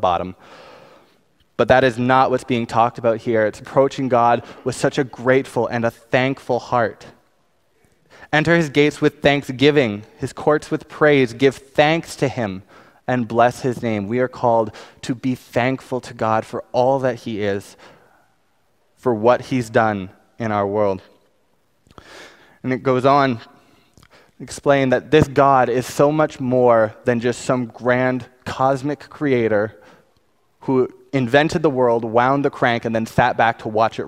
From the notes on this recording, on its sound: Preached on May 5, 2019 at West Highland Baptist Church